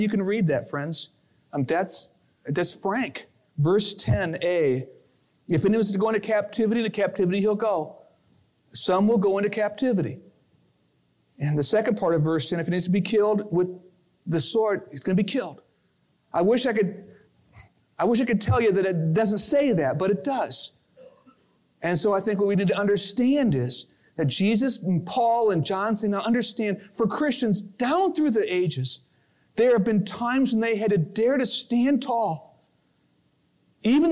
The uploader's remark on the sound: Originally recorded on March 26, 2000, at Fellowship Missionary Church, Fort Wayne, IN.